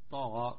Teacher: يعني الطاء مفخمة والغين مفخمة